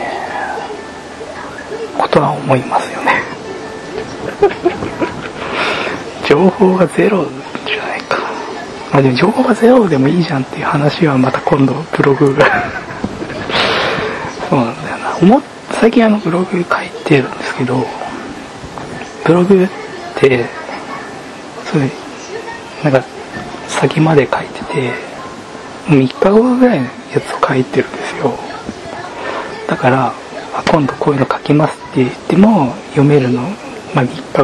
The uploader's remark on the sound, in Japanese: 初めてのボイスメモを録音してみた。一人喋りは難しすぎる！